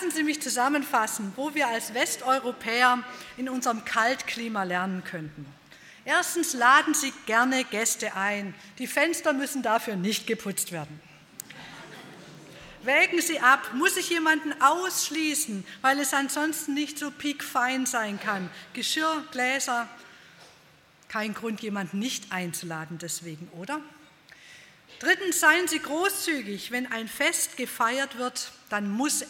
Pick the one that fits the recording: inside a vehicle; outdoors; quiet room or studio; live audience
live audience